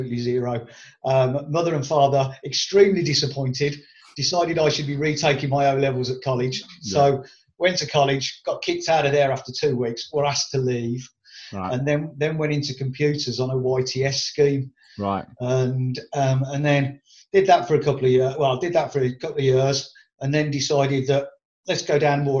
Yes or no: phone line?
no